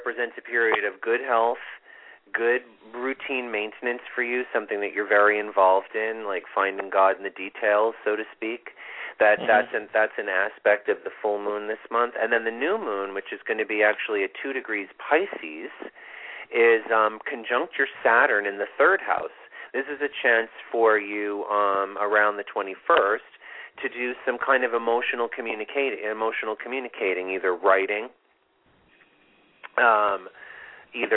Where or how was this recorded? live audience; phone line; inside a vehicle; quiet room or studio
phone line